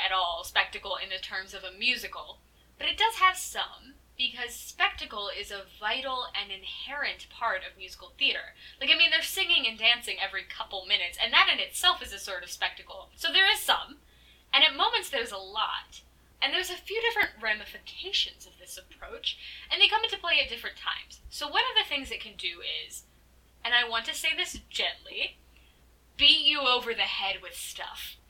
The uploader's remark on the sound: my mic was making an absolute scene so sorry about the popping noises.